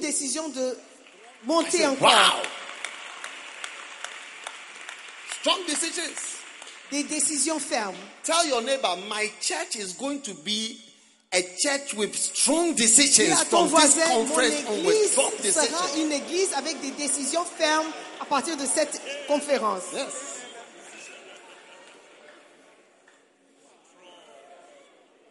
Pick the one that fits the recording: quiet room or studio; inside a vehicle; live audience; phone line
live audience